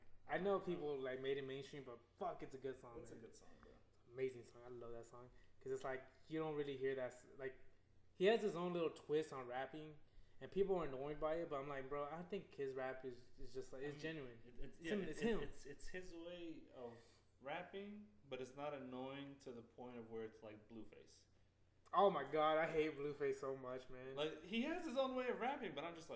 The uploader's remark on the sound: I’ve been editing tf out of this episode to make it sound a lil more solid. I’m messing with a few new editing tools so this may not be the same quality as the others.